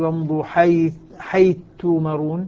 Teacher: صارت الثاء مع التاء تاء مشددة